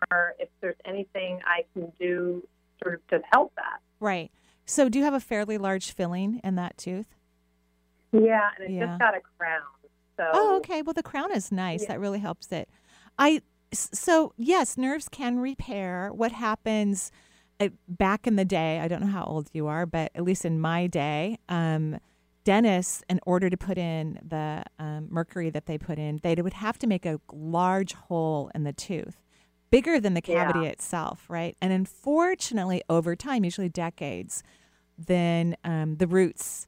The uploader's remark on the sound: Enjoy this call in show.